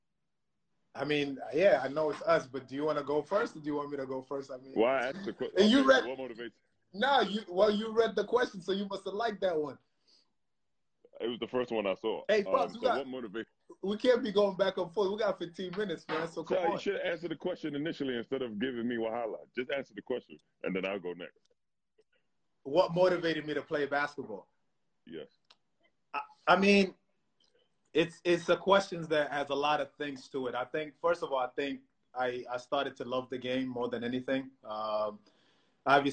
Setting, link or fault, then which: link, video call